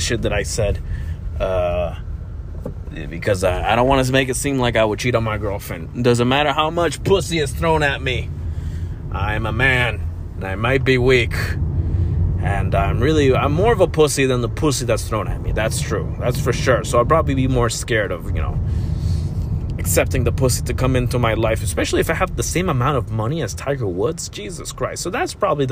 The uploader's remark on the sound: While driving to get my nose f**ked, to know if I got the pandemic juice.